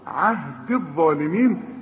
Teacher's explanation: الغي الياء دي بتاعت عهدي من النطق اذا وصلت، إنما تثبت إذا وقف. قال لا ينال عهدي عند الوصل عهد الظالمين، لأنها ساكنة واللام ساكنة.